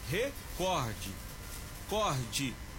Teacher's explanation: com acentuação tônica na sílaba cor, sendo uma palavra paroxítona